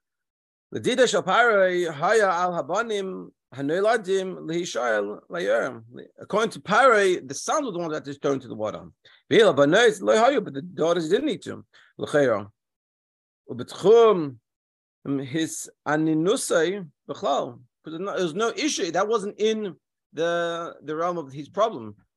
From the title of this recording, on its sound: Daily Zoom Shiur